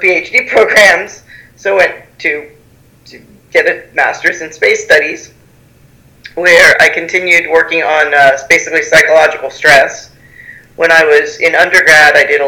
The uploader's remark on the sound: chat with me over Skype